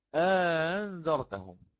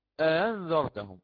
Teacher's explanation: فسهلت الهمزة الثانية وأدخلت ألفا أخرى بين الهمزتين فسمي إدخالا · Shown in: first take · فنقرأ أأنذرتهم، مددت الأولى أأنذرتهم.